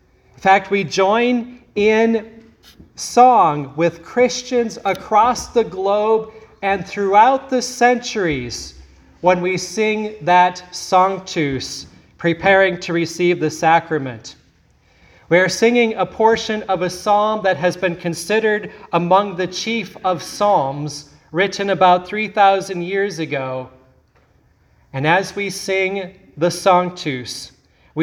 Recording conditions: large echoing room